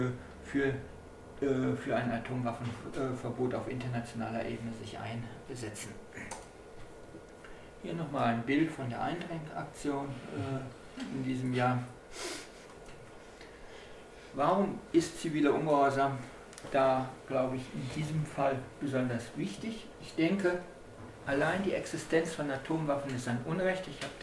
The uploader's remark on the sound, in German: im Kollektivcafé Kurbad statt und wurde von der Gruppe A & O Anarchismus in Kassel im Rahmen der Vortragsreihe „Black Fridays“ organisiert.